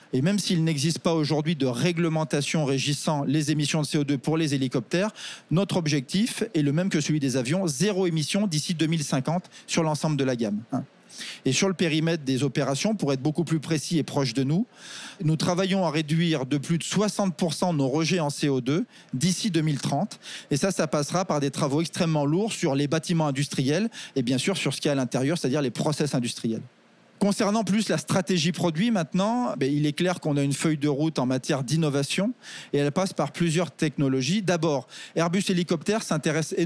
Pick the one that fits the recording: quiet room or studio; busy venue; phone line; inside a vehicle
busy venue